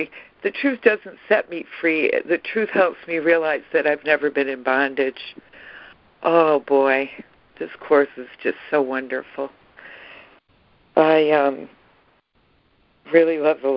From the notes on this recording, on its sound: ACIM Daily Conference Call.